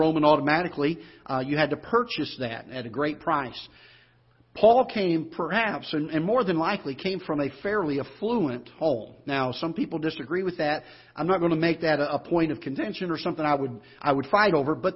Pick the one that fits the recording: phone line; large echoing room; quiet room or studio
large echoing room